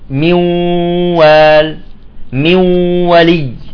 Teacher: احنا النون راحت تماما، صفيت الواو ولكن في غنة تخرج من الخيشوم. فلذلك دائما بالإدغام انتبهوا على المسألة، يجب أن تكون الغنة نصفها 50% من الأنف و 50% صوت فموي و 50% صوت خيشومي.